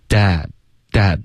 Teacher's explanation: dad 结尾不要加一个 N 的音， dad 他没有鼻音